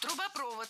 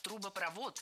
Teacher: Ударение в этом слове ставим на последний слог и ориентируемся на исходный глагол. · Shown in: second take · Проводит. Проводит трубопровод.